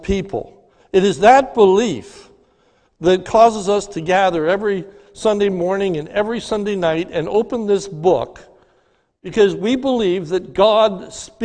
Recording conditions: large echoing room